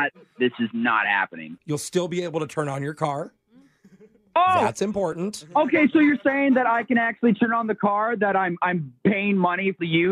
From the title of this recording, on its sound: Phone Tap